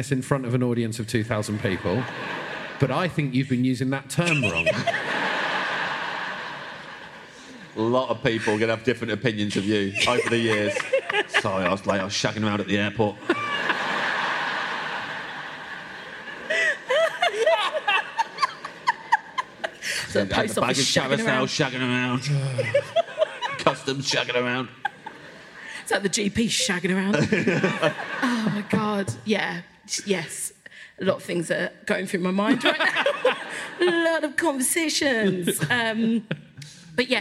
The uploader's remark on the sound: Recorded by Matt Mountford-Lister for Storm Productions Group live at the Bristol Hippodrome.